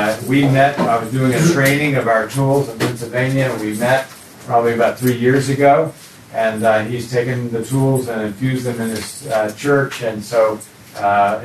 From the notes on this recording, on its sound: Recorded at the National Disciple Making Forum.